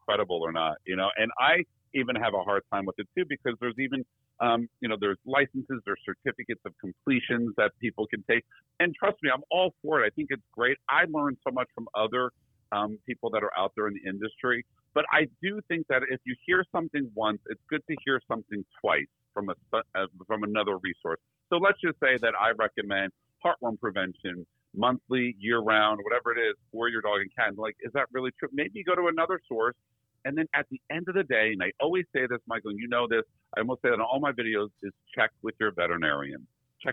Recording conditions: phone line